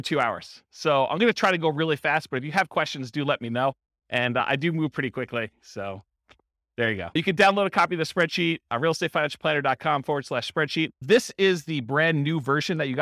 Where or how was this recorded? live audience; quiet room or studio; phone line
live audience